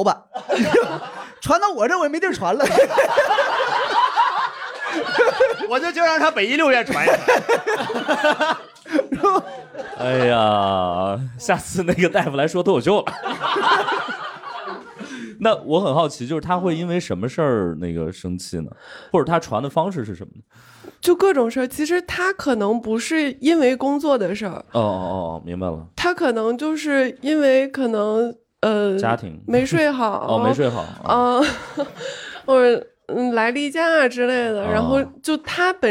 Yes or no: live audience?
yes